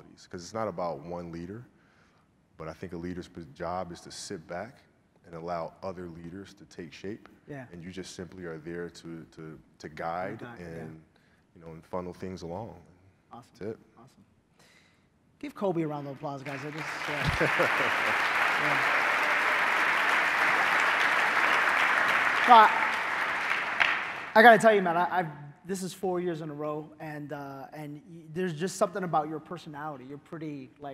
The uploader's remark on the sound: The Full Interview and Q&A from Relentless 2019. Q and A session with the audience.